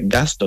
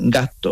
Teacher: unas consonantes que tenemos en Andalucía, que son consonantes largas, las geminadas · Shown in: second take · cuando tú dices, por ejemplo, gasto, tú no dices gasto, tú dices gasto.